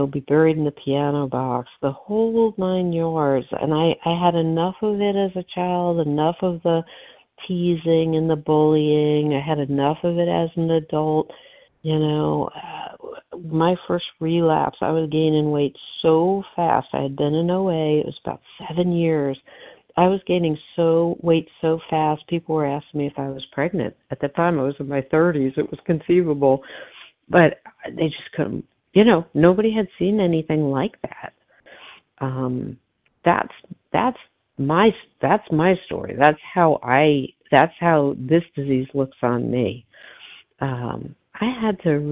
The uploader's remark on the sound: 100 Pounders Phone Meeting